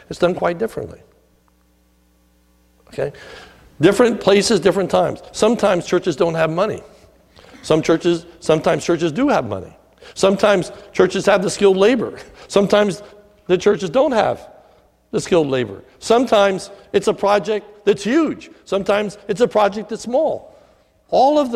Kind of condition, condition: setting, large echoing room